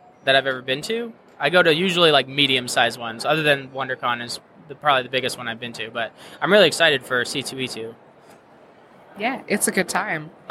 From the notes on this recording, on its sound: Live at Grand Rapids Comic Con